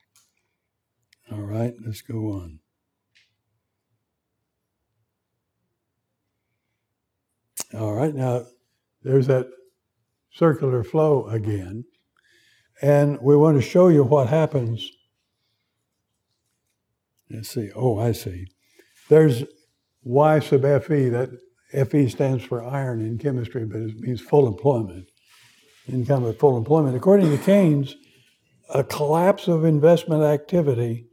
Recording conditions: large echoing room